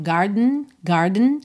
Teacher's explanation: Esse E da palavra garden não é uma vogal muito pronunciada, você não diz garden, garden.